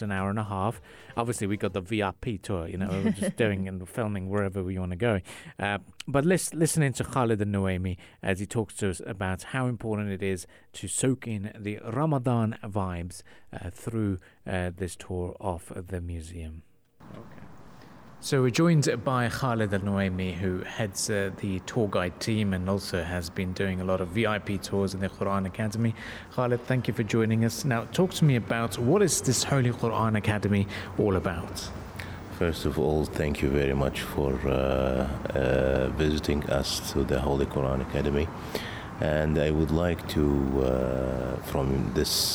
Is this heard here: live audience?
no